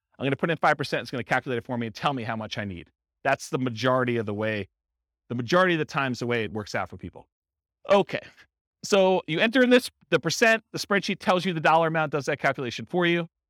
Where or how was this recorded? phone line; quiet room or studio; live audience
live audience